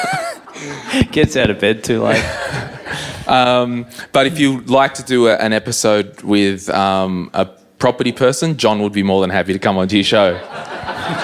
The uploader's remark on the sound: This ep was recorded live in Melbs on our last leg of the 2021 m3 tour.